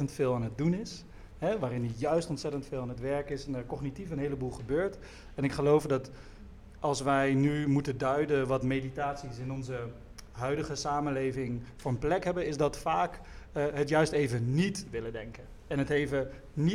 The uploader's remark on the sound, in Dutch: DPOS x Stoicon X Gent . Deel 1 (live vanuit het Geuzenhuis Gent).